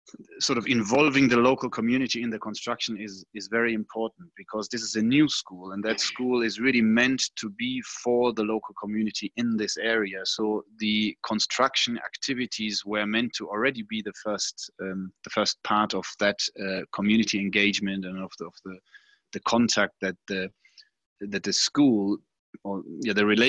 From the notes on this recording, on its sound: This audio recording is from a live webinar that was hosted on 18th June, 2020.